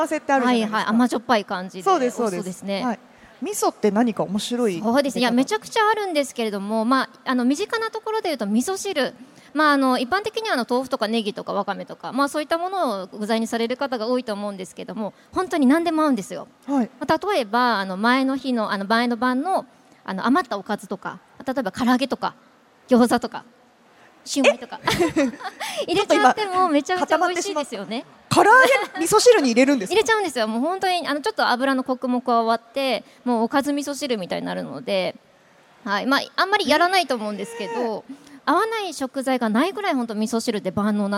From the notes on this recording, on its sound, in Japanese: CRAFT SAKE WEEK 2023 at ROPPONGI HILLSにて公開収録。